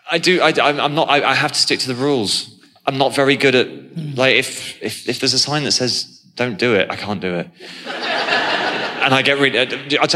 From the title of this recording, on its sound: Live From LeakyCon 2018